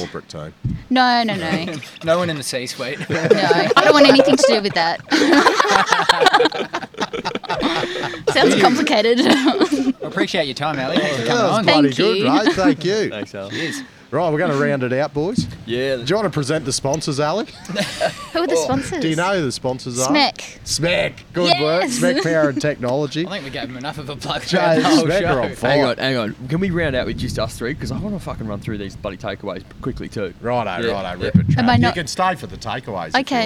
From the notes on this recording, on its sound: Welcome to the first ever global Podcast interview from inside an OPEN PIT (we’re claiming the first). The Money of Mine crew had the pleasure of recording this episode in the historic Great Fingal Pit, close to the town of Cue.